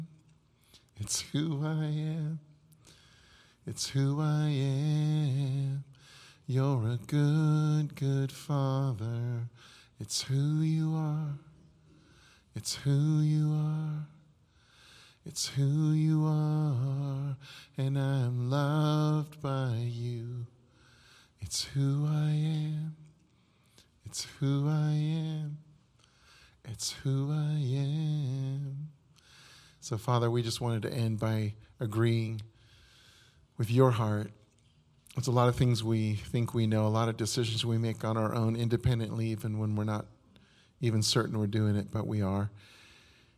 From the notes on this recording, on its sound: This is a recording of our complete service including communion and information about The Sound plans for July 2022.